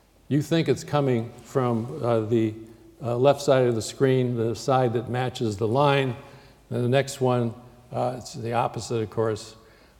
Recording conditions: large echoing room